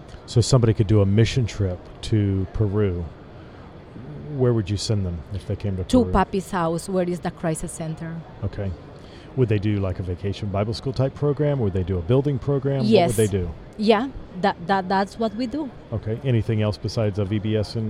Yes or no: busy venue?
yes